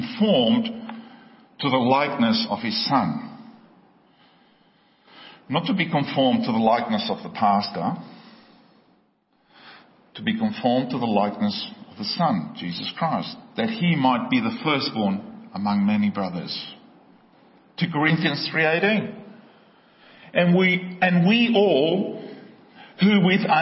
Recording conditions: large echoing room